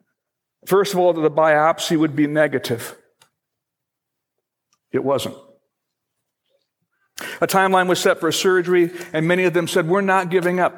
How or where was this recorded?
large echoing room